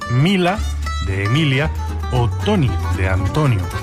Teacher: Entre los ejemplos en castellano que él analizó, detectaba algunos rasgos distintivos, como la conservación de la sílaba tónica, mientras que las que la preceden se pierden muchas veces